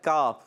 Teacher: کاف زبان کی جڑ اور تالو کا سخت حصہ وہاں سے ادا ہوتا ہے